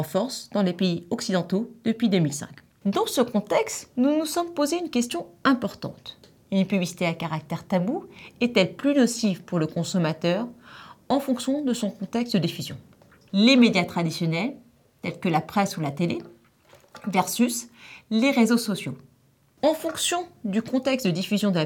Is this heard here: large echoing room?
no